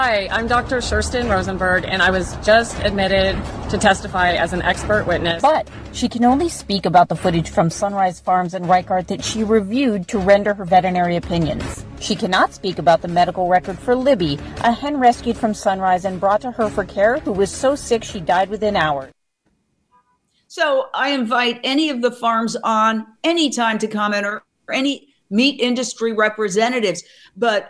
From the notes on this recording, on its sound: LIVE at the courthouse.